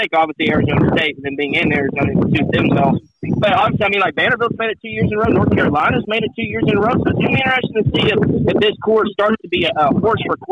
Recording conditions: outdoors